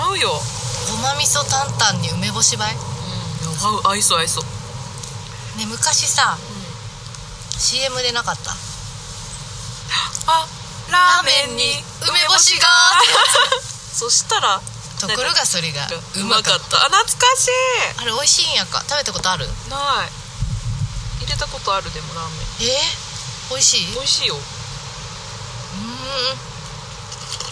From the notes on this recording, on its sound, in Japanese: 若杉山。山での収録と下山後のアフタートークを合わせて作っています。